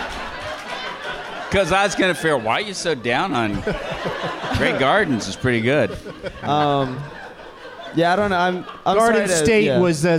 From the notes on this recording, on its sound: Live from the SF Sketchfest in San Francisco